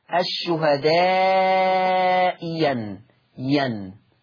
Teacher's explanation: حكم الهمزة الثانية الإبدال ياء مفتوحة